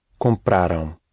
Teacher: When the ending in the past has two syllables, like amush for we or arão for you, group or they, you stress the first syllable of the ending